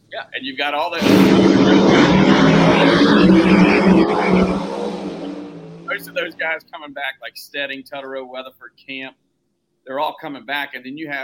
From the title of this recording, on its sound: East Coast Nationals Live from Galot Motorsports Park